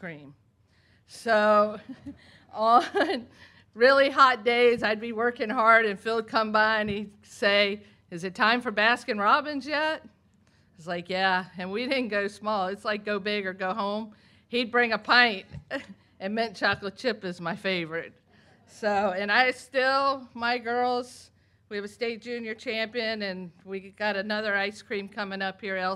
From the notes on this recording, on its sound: This week we have audio from this fall’s Virginia Golf Hall of Fame induction ceremony.